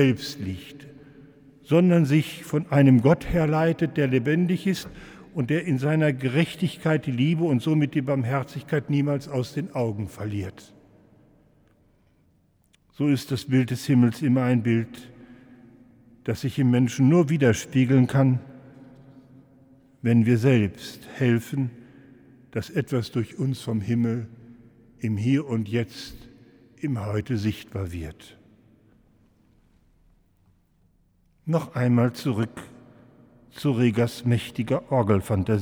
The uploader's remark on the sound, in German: Im Hildesheimer Dom.